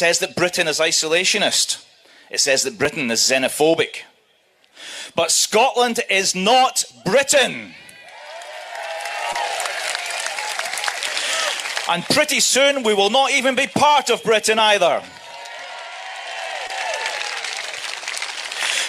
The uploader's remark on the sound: All the speeches from the rally organised by Yes 4 EU and Believe in Scotland which took place in Edinburgh on 2nd September outside of Holyrood.